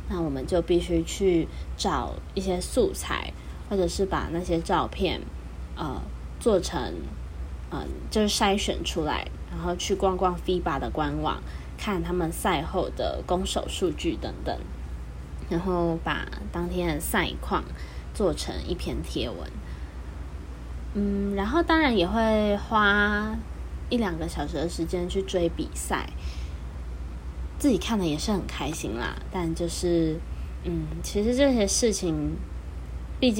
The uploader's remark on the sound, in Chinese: 這集家庭錄音室聽到的窗外的車聲呢。